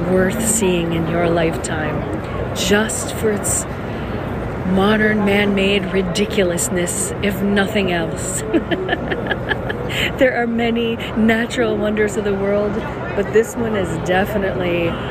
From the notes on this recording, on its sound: Times Square, NYC, New York, USA. Special Edition On Location Walk and Talk. Stand in awe and look at all the lights and listen to the sounds. Listen to the people talking all different languages and accents.